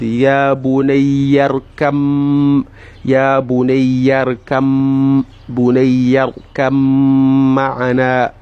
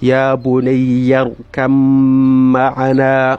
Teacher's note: If you can remember from our former class, mim al-mushaddad, which is what is going to happen if you're going to have al-idgham there, the ba'un will be silenced and the mimun has to be given a shadda